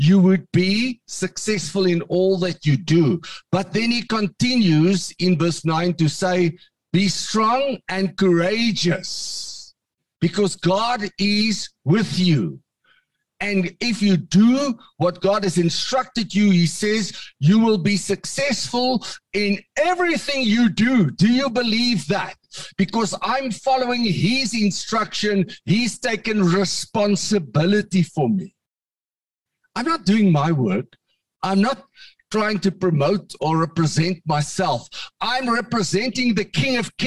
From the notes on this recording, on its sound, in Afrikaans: Manne van die Woord Zoom Byeenkoms 21 Junie 2022.